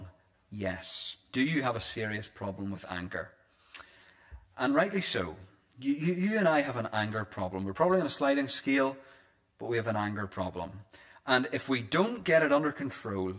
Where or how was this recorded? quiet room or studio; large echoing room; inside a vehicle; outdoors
large echoing room